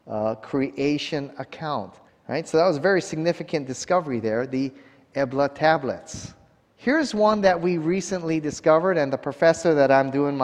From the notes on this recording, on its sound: 2021 Waterhouse Lecture Series. At a conference hosted by the Waialae Baptist Church.